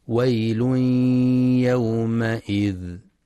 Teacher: ينتبه القارئ للإدغام بغنة في تنوين الضم الذي جاء بعده حرف الياء ويل يومئذ، وللإدغام بغير غنة في تنوين الكسر حيث جاء بعده حرف اللام يومئذ للمكذبين، وينتبه القارئ لرخاوة الذال في للمكذبين.